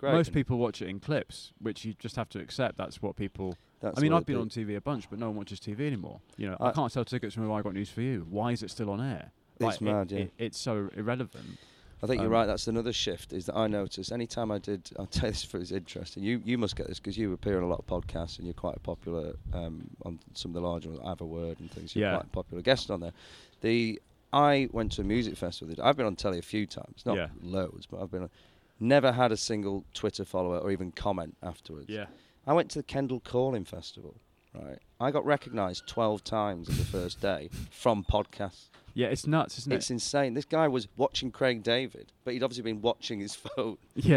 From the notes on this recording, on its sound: sits down in the windiest area in Edinburgh